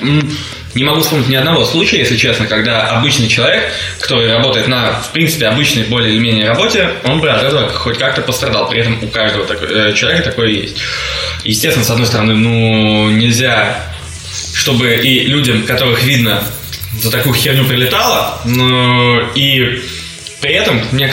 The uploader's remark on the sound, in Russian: запись стала лучше, но появилось эхо